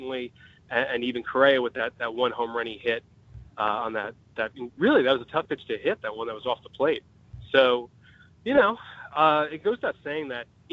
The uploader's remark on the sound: on the phone line